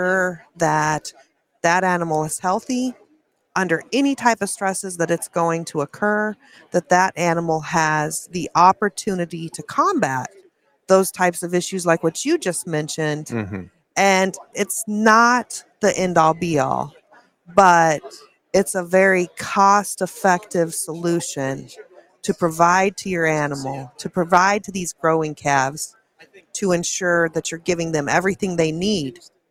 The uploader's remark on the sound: we are live from the Cattle Industry Convention and NCBA Trade Show in Orlando, FL